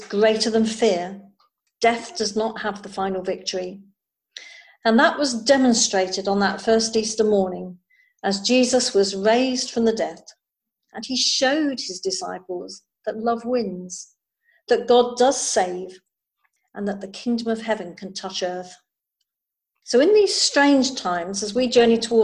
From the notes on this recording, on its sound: Recording of the zoom service.